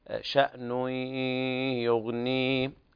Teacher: شأن يغني إدغام بغنة ناقص